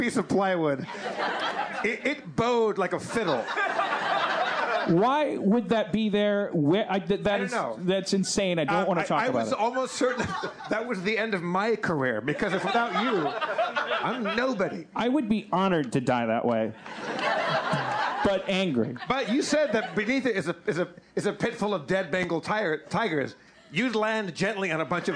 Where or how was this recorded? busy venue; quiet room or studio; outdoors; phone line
busy venue